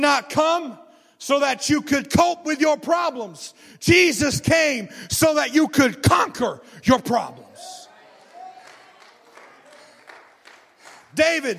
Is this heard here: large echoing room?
yes